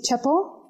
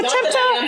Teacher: I just dropped the T · Shown in: first take